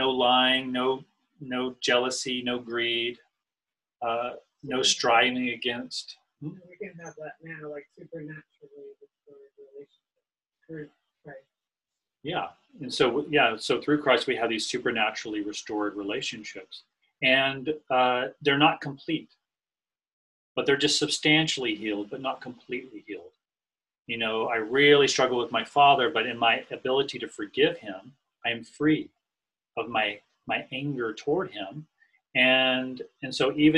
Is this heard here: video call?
yes